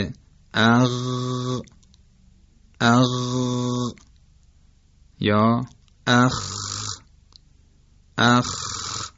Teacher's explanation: مخرج سوم ادنى الحلق هست، یعنی نزدیکترین قسمت حلق به دهان، که مخرج غین و خ هست، مانند اغ یا اخ که تقریبا نزدیک به فضای دهان تلفظ میشن